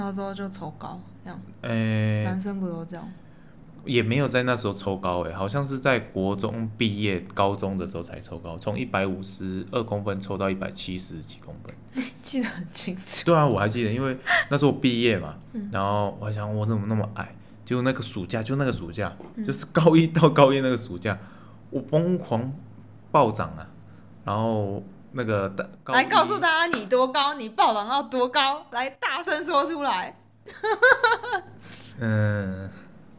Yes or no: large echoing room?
no